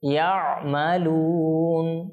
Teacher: আইন সাকিন হবে, কেন কোনো কলকলা হবে না, ধাক্কা হবে না